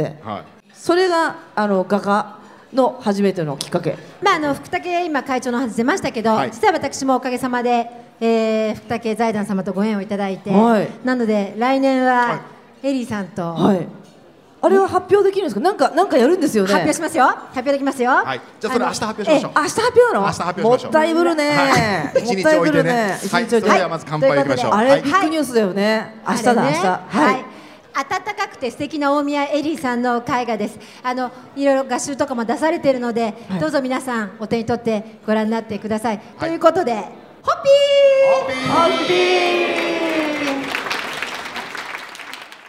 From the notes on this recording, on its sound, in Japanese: ホッピー発売70周年記念パーティ 帝国ホテル公開収録。